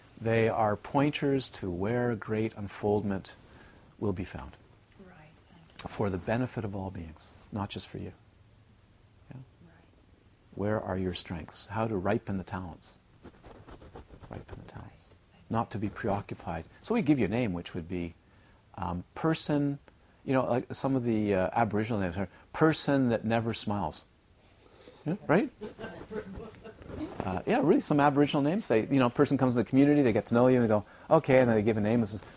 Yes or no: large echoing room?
yes